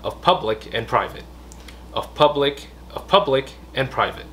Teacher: public and private vẫn phải có cái đoạn nhấn ở đấy lên cao và xuống xuống dưới